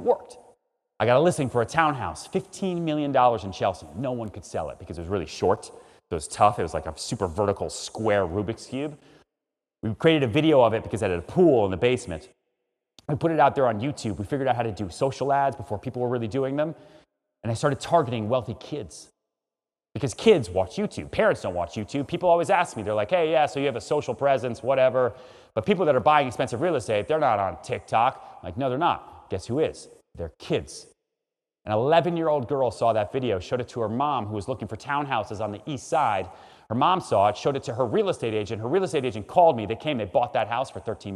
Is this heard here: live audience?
yes